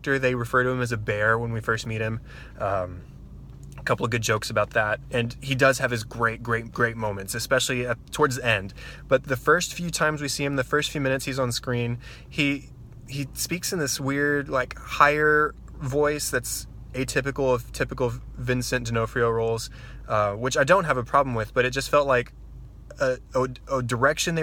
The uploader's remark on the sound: Before leaving the theater parking lot. This unedited audio comes straight from the original video I recorded from my car in the movie theater parking lot.